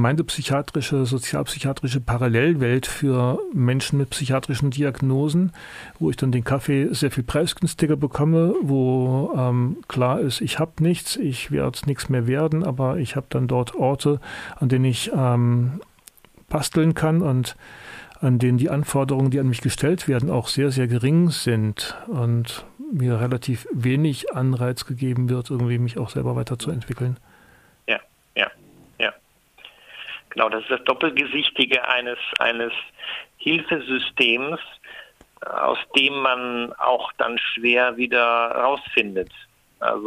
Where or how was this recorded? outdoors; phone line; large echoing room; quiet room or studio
phone line